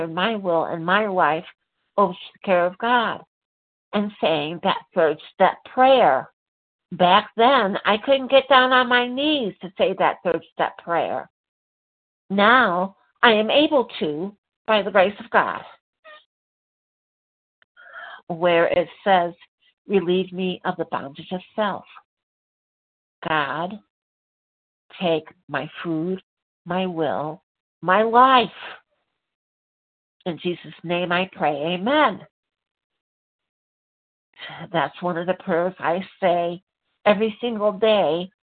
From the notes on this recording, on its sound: 100 Pounders Phone Meeting